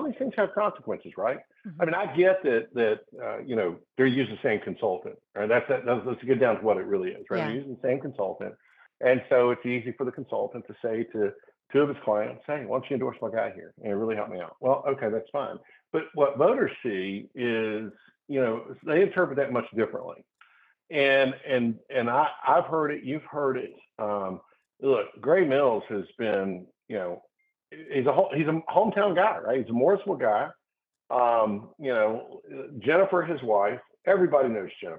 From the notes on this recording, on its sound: Take listener call-in questions. Today's Guests (On Phone).